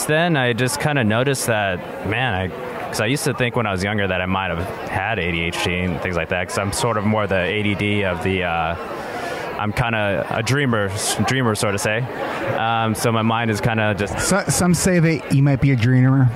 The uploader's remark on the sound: Stories from the CHADD Conference 2016. This conversation took place at the beginning of the conference.